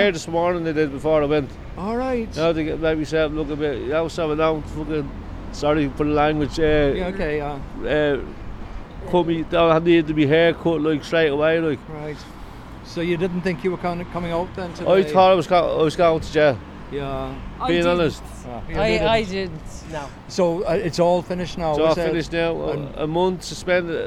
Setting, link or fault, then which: setting, outdoors